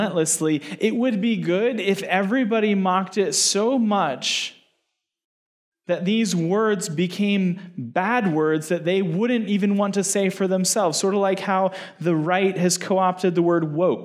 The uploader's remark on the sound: given at the Sovereign Nations, Mere Simulacrity Conference held in Phoenix in December 2022